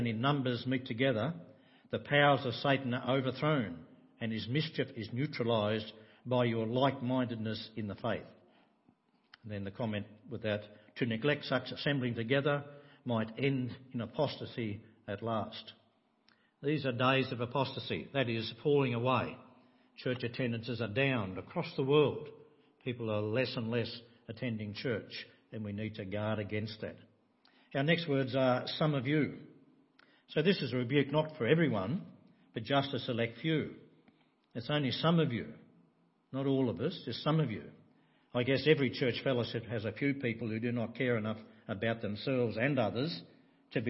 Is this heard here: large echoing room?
yes